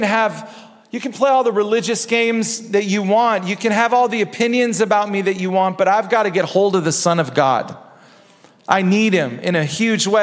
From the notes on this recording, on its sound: Recorded at Hope Church in Springfield, MO.